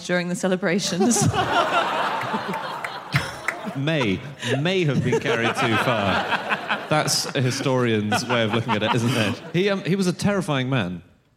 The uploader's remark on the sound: Live from Birmingham